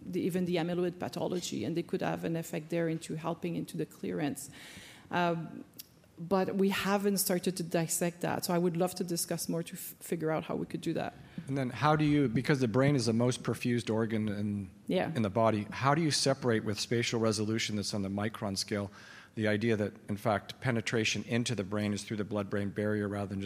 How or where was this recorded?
busy venue